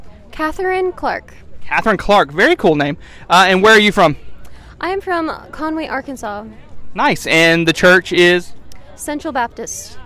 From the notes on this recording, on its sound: Camp Conversations- live from M-Fuge. It’s also camp week, so come to camp with us and hear all about it straight from the students themselves.